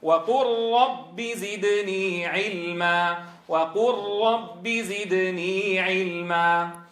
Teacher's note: أن يتحول الحرف الأول ذاتا وصفة إلى الحرف المدغم فيه فعلامة الإدغام الكامل هذا في ضبط المصحف هي تجريد الحرف الأول من السكون مع تشديد الحرف التالي كما نلحظ مثلا في قوله تعالى وقل ربي جردنا اللام من السكون ثم أدغمناها إدغاما كاملا في الراء فأصبحت الراء مشددة